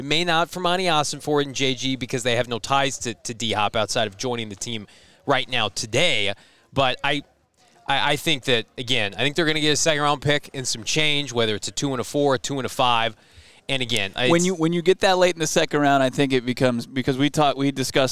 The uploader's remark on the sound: LIVE from the NFL Scouting Combine